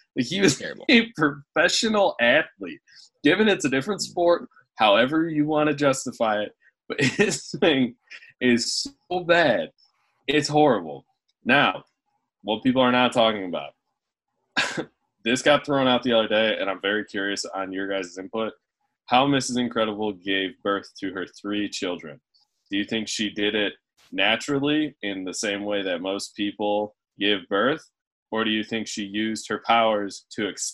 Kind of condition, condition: link, video call